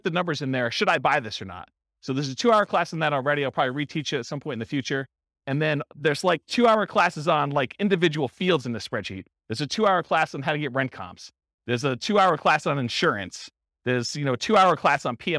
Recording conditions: live audience